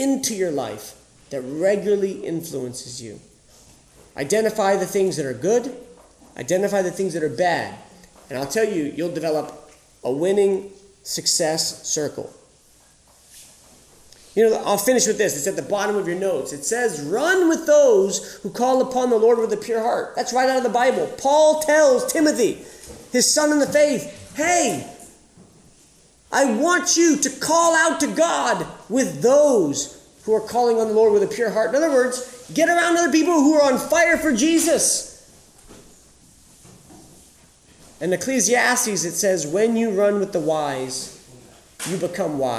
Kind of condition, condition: setting, live audience